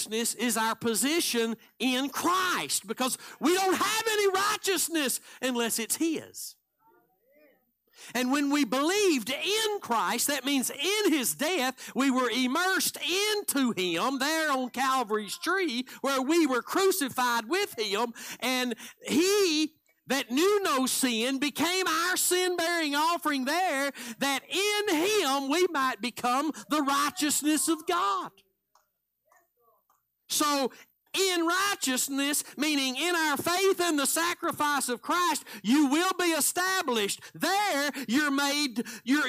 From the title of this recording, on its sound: Live Sunday Morning Service